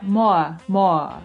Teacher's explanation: não tem o R final e o O ele abre um pouquinho